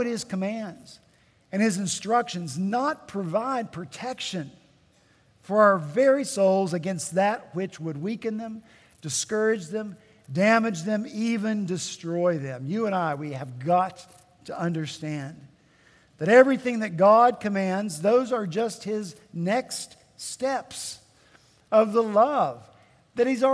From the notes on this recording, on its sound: At Redeemer Presbyterian Church in Charleston, SC